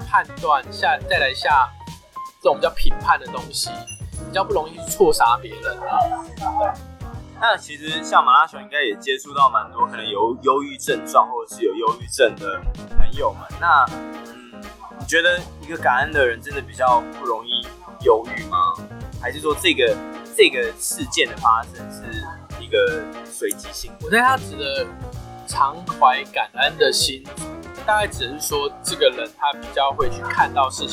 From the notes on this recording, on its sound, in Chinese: 本集音檔為 2019 年錄製，錄製時收錄較多環境雜音，已降噪處理加上背景音樂